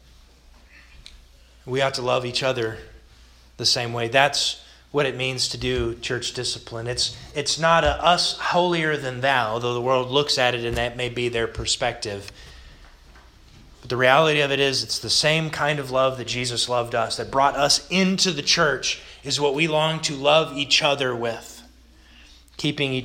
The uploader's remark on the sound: This sermon was delivered August 29th, 2021 to the Galena Bible Church.